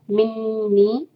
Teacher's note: नून मुशद्दद नून को होल्ड करेंगे गुन्ना